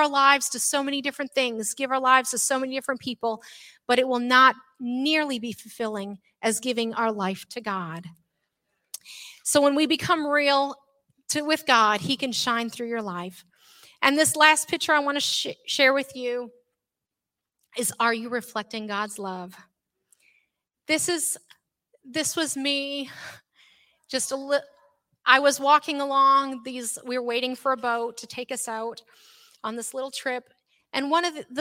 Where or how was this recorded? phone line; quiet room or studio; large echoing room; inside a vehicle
large echoing room